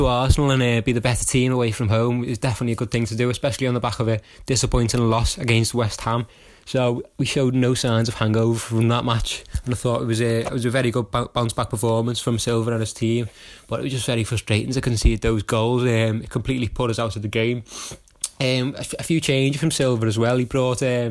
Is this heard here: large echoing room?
no